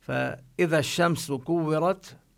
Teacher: الشمس اللام التي فيها لا تلفظ، اللام الشمسية أو الشين من الحروف الشمسية.